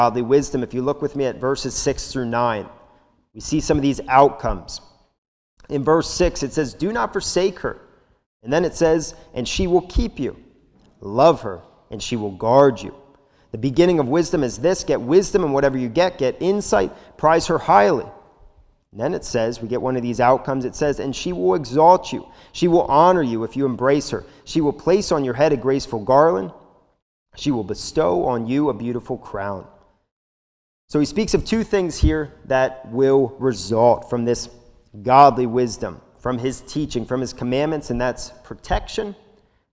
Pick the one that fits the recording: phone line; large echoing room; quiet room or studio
large echoing room